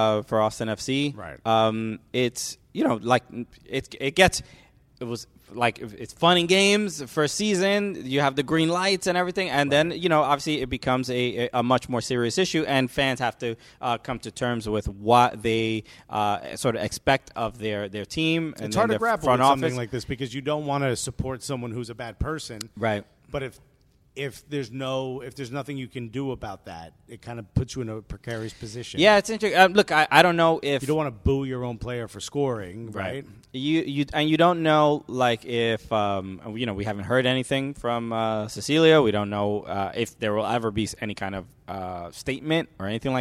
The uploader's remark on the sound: We are coming to you live from Subaru Park today!